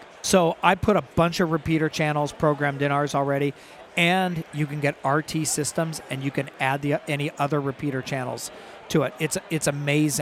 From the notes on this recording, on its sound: Live from the "Rugged Pavilion" at the Sand Sports Super Show!